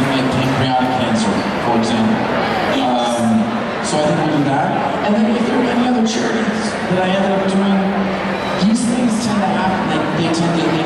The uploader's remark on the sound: panels we recorded at heroes and Villains fan fest!